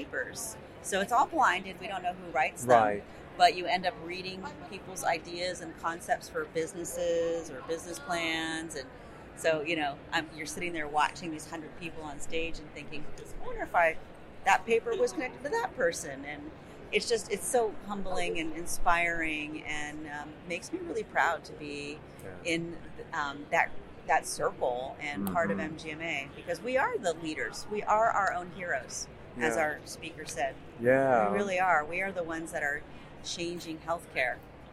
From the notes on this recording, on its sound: Live from Boston. This week we're in Boston at the MGMA Medical Practice Excellence Leaders Conference.